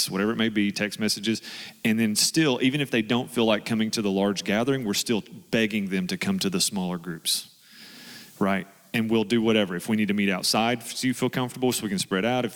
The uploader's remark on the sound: This audio was from Relational Discipleship Network 's third track session from last year's Forum. This audio was from Relational Discipleship Network 's third track session from last year's Forum.